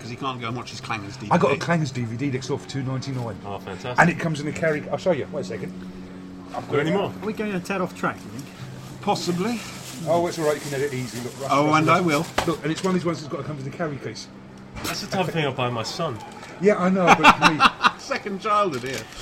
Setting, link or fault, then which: setting, busy venue